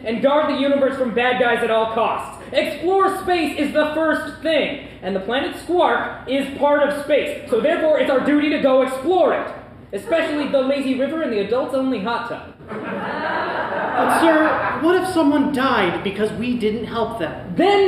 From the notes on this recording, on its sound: The live audience at Tacoma Little Theatre gets to choose the fate of our heroes. Live recording of SPACIES!